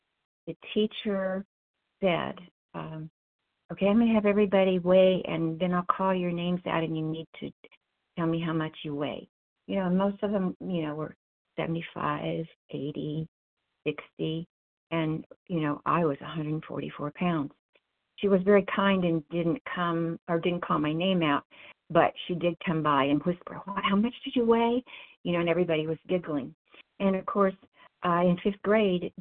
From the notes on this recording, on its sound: 100 Pounders Phone Meeting